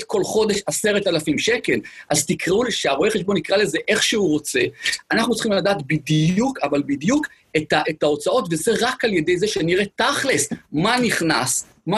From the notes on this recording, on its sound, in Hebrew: הפרק הפעם הוא הקלטת אותו ובינר.